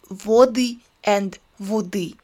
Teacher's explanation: Simply put, the unstressed O is losing its quality and can be pronounced as A or A, depending on its position in the word. However, when all of the O's in the word are pronounced the same way, it's Okanye, which is to be noticed in the Northern dialects